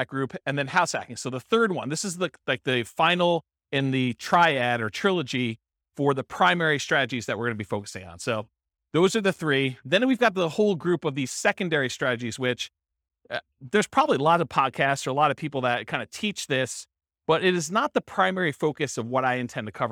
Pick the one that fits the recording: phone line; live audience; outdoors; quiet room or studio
live audience